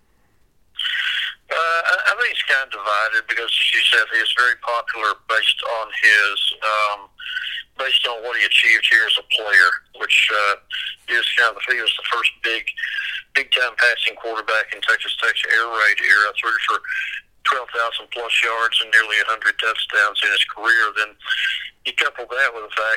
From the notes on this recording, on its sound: call into the show